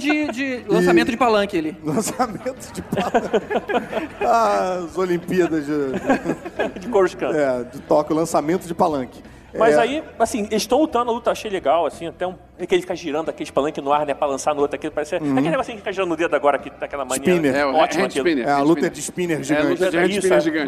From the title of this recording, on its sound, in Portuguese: Ao Vivo na Jedicon 2017